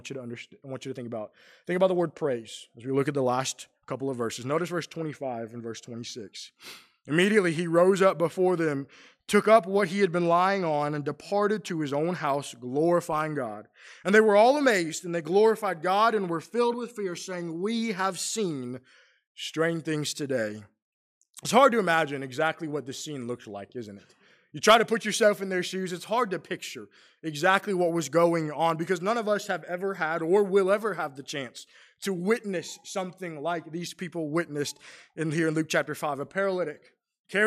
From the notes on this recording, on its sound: Preached during the PM worship service on at the Roanoke CofC